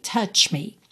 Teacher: Tem que ter esse tch antes de mudar para o me.